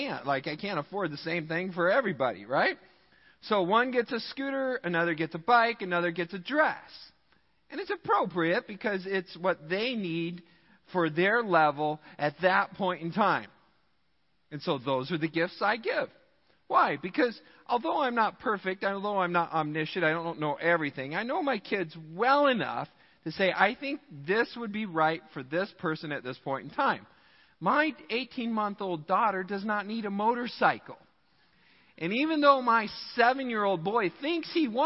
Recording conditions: large echoing room